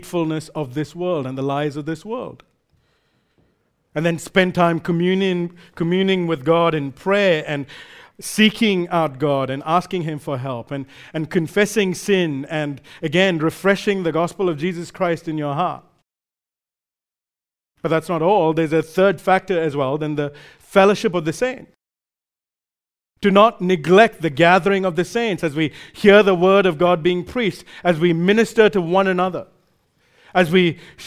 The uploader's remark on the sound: recorded live at Grace Community Bible Church